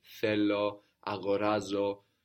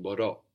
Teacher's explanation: And this verb has the accent on the end, no? As opposed to the penultimate, the second last syllable, where it usually is · Shown in: second take